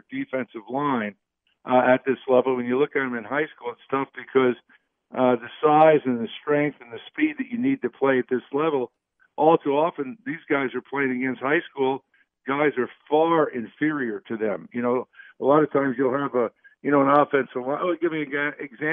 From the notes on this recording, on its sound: Take phone calls and talk news around sports.